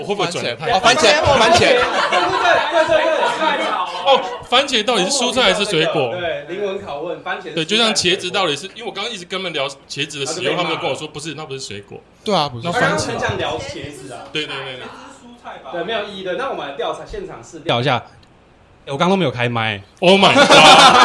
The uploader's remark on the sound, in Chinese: 這次的 Live Podcast 活動非常感謝咖哩逗陣贊助場地